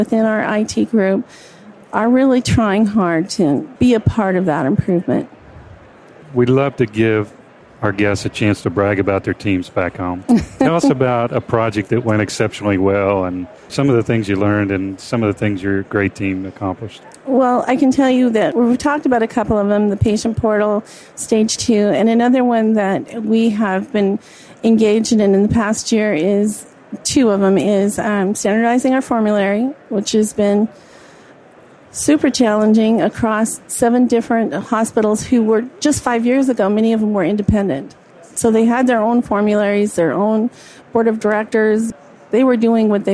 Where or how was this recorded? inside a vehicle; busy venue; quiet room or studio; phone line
busy venue